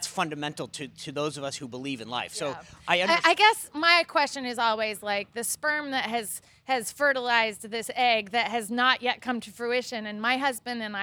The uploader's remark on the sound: Live from the 4th GOP debate in Tuscaloosa, AL